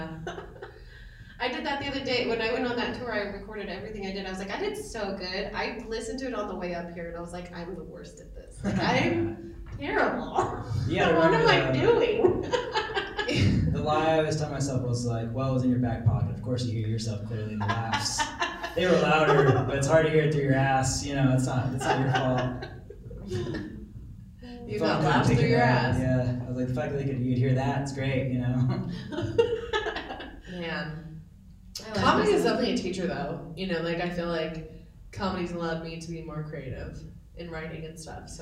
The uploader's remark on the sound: live from The Chief Bicycle and Comedy Festival in Trinidad, CO!